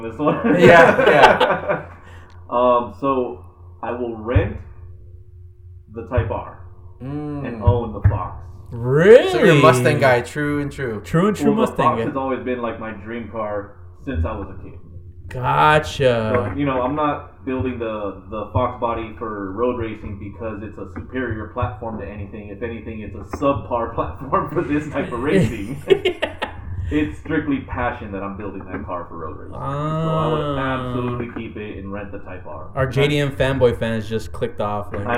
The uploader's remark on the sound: Sorry for the sound quality this week, we almost weren't able to record due to technical difficulties!